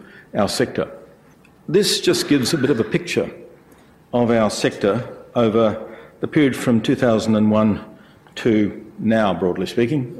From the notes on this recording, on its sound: IFE Grand Challenge Lecture, recorded 11 August 2017 at QUT